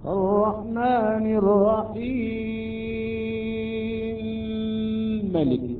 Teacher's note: عندما يدغم هذه الميم بهذه الميم تصبح عندنا الميم مشددة · Term: الإدغام الكبير